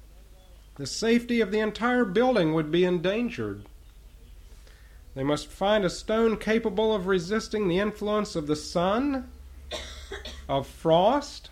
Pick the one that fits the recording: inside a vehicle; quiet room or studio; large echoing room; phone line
large echoing room